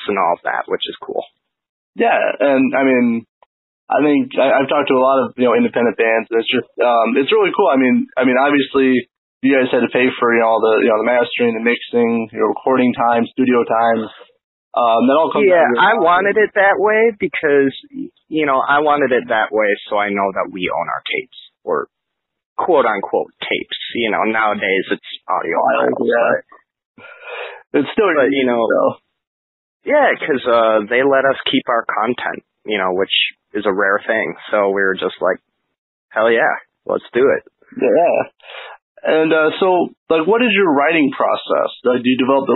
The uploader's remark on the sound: A phone interview with frontman and guitarist.